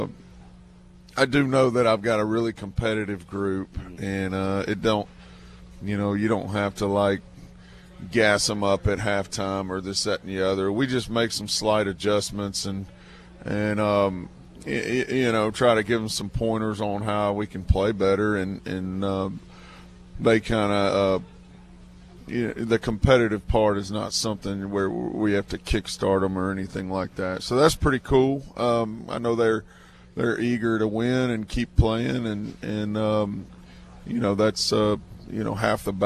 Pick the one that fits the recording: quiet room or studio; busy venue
busy venue